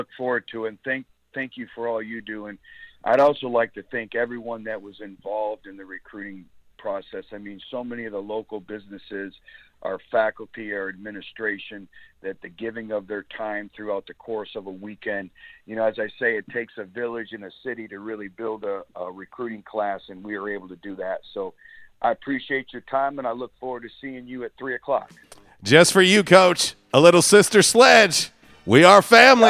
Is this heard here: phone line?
yes